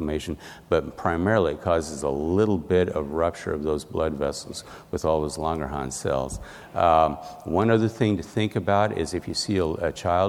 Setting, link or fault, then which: setting, busy venue